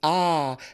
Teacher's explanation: et c'est la voyelle la plus ouverte